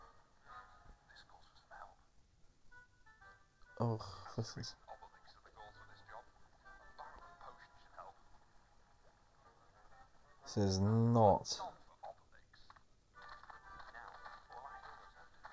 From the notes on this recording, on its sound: TRASH AUDIO. This attempt to work out how best to record my phone from my phone. There are some really basic mistakes made, it's frankly embarrassing.